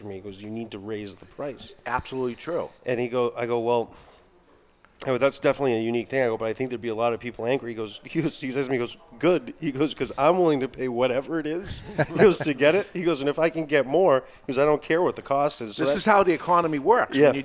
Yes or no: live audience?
yes